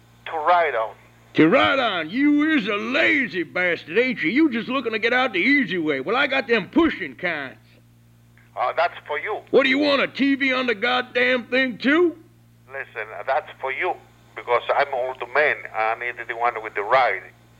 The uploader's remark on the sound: RBCP's Personal Prank Phone Calls Collection